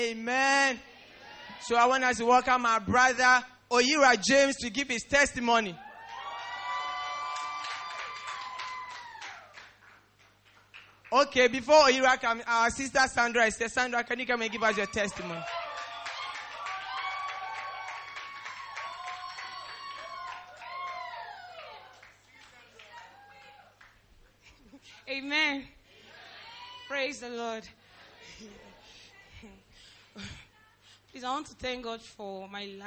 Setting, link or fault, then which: setting, large echoing room